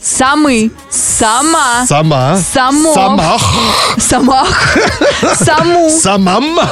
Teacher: То есть нигде вообще ударение на «о» не падает